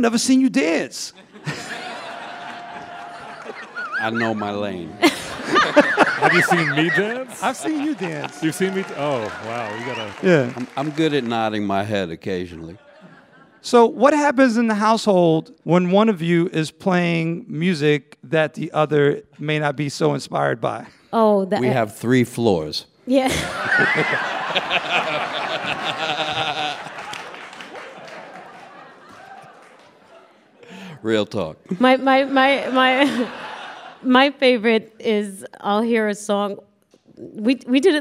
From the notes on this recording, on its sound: The actress and artist sit down for a live taping of What's Good.